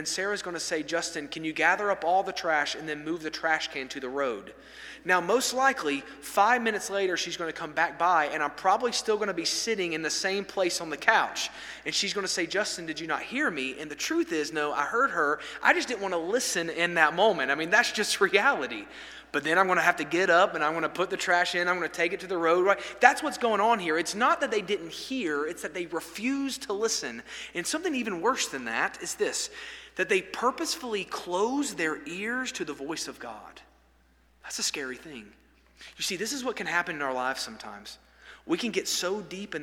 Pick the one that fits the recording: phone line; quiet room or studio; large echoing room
large echoing room